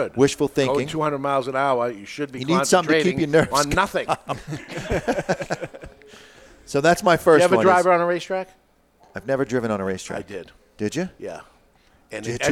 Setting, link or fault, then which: setting, live audience